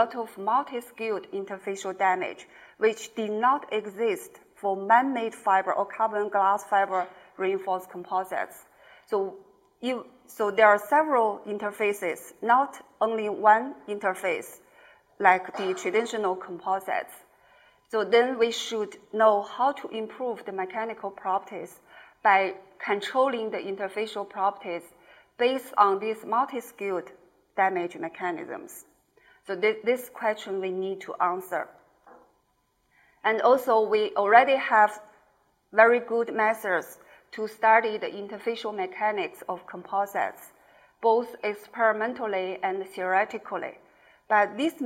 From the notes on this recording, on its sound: IFE Distinguished Visitor Lecture, recorded 26 July 2018 at QUT